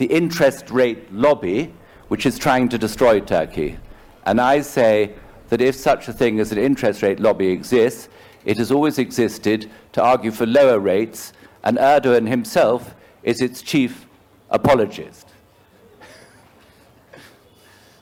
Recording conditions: live audience